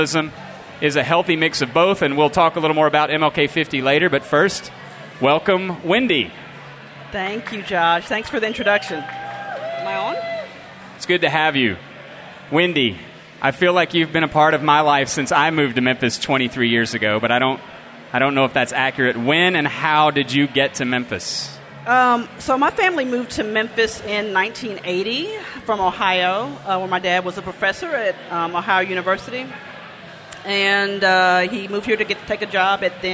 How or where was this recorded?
live audience